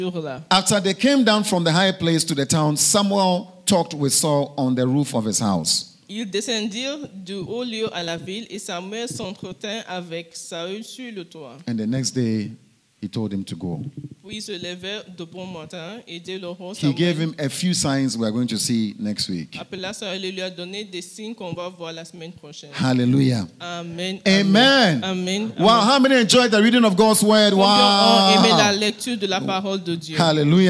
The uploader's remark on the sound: Preached during Joyful Hour Service at FCI Ministries, Rabat, Morocco.